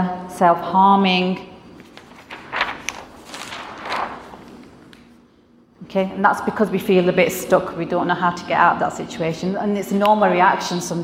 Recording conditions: live audience